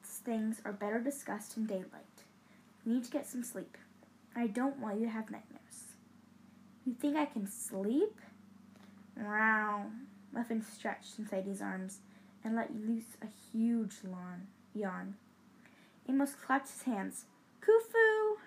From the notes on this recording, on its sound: Sorry for the background noise